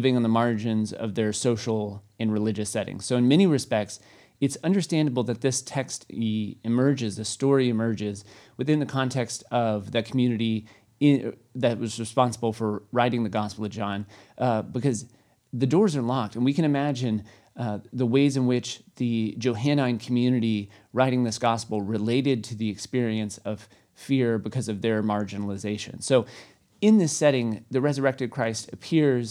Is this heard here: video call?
no